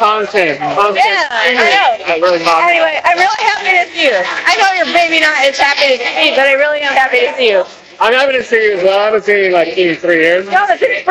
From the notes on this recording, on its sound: Live podcast... Audio quality questionable.